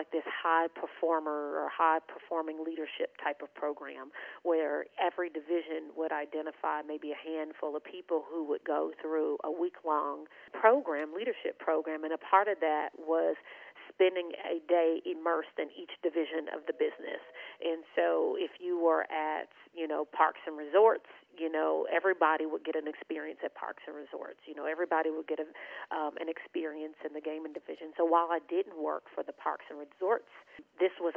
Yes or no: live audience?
no